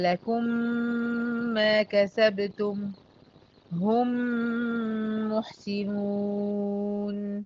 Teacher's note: طبعا هنا بيبقى بغنة، لأن طبعا الميم التانية بقت مشددة، وأنا عندي قاعدة بتقول لي أول ما تلاقي ميم مشددة في أي مكان في المصحف تعملي لها غنة أكمل ما تكون. · Term: إدغام مثلين صغير